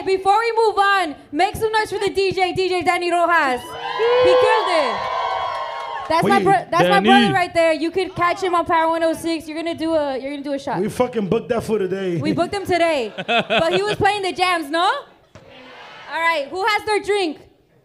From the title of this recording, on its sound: Pop Up Live Show